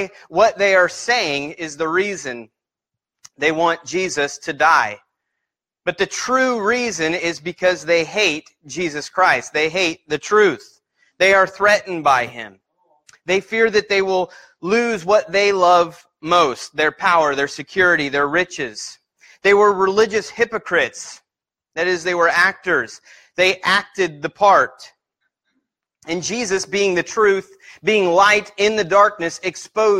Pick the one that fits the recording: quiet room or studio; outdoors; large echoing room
large echoing room